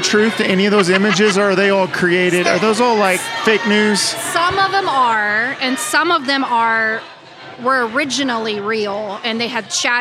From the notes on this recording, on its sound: On Location! This week we're ON LOCATION in Martini Corner but we're not sippin' martinis. We're taste testing the tasty tacos at the brand new BARRIO TAQUERIA (in the former Sol Cantina building).